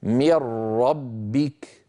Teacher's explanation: انظروا كيف أنني أنتقل عند النطق من الميم إلى الراء مباشرة، ولا يبقى من النون شيء، لا جزءها اللساني ولا غنتها. من ربك، وكذلك اللام، من لدن ملا، ما يبقى من النون شيء. · Term: الإدغام